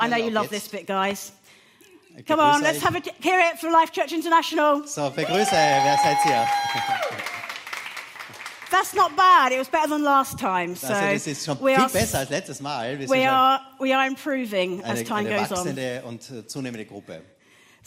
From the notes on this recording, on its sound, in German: Gottesdienst live aus der LIFE Church Wien.